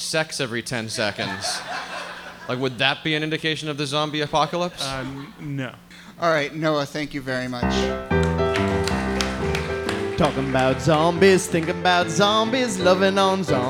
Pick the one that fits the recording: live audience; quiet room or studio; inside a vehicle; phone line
live audience